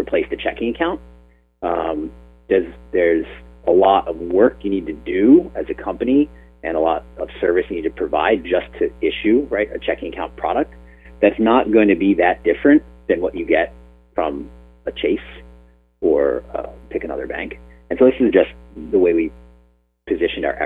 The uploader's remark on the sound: This is an excerpt from a phone interview.